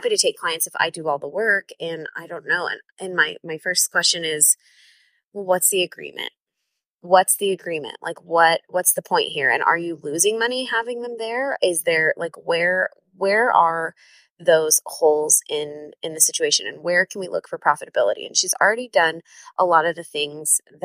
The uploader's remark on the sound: This episode was recorded in the car on my way home from a business intensive in the heart of the Arizona desert, so excuse the noise.